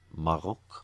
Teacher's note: that voiced uvular fricative happens in other languages, of course, but probably a French accent is the most common place that you would get it. It would come up in German and Dutch, mm-hmm.